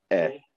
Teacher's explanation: The segol is the eh. There's no Y at the end, just eh. Eh, like eggs.